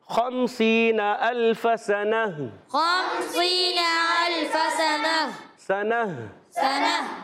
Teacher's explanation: الفا خمسینہ الفا خمسینہ الفا سنہ سنہ، سین پر زبر نون پر زبر حرکتیں نہیں کھینچیں گے اور گول تا کو وقف کی صورت میں ہا سے بدل دیں گے، آواز آئے گی خمسینہ الف سنہ خمسینہ الف سنہ سنہ سنہ، گڈ۔